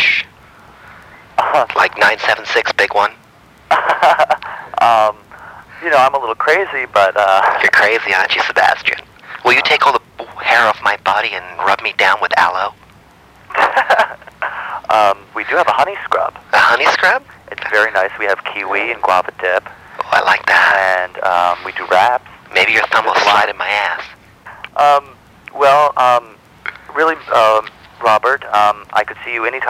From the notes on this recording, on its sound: From archive.org was assembled into the "…'s Personal Prank Phone Calls Collection" podcast by Fourble.